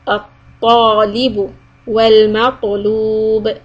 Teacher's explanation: Letter الطاء is heavy, so we keep the back part raised.